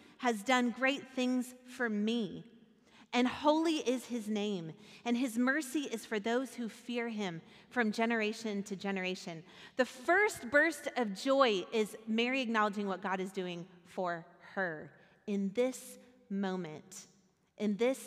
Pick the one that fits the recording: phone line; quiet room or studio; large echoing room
large echoing room